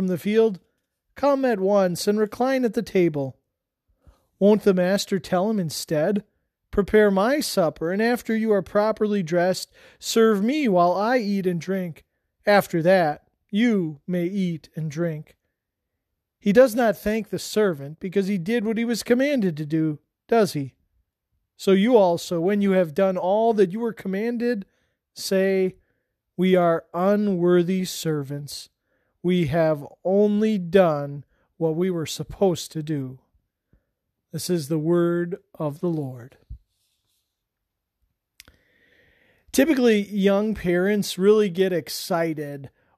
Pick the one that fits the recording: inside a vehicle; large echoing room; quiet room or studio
large echoing room